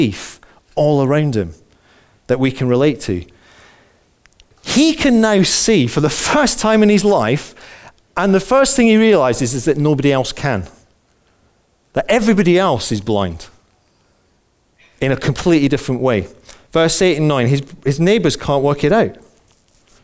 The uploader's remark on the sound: Recorded on 08/11/15 at our Moseley gatherings